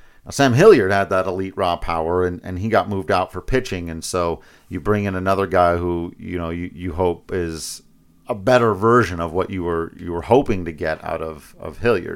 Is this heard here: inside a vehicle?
no